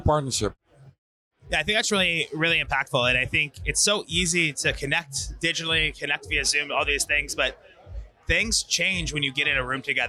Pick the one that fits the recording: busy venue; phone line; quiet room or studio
busy venue